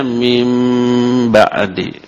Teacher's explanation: Dan si nunnya berubah menjadi mim · Term: Iqlab